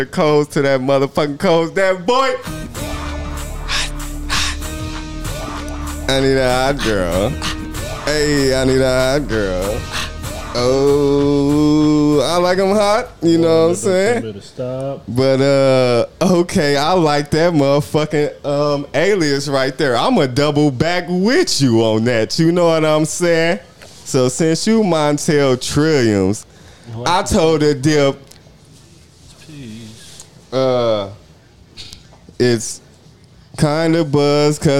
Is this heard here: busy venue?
yes